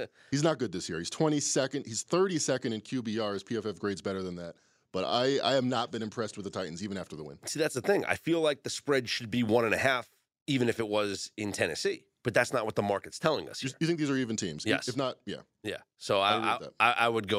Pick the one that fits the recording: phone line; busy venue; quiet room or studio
quiet room or studio